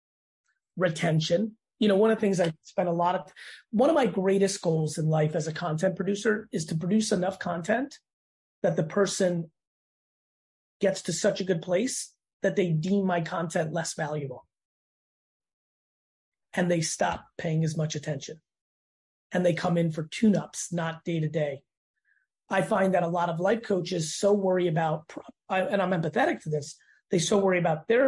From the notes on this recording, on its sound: Sits down on Zoom.